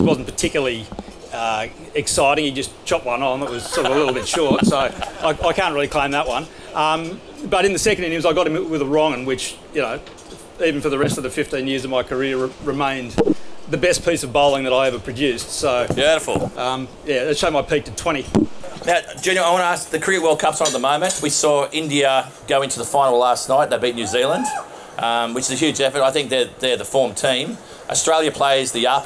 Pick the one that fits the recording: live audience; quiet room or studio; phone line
live audience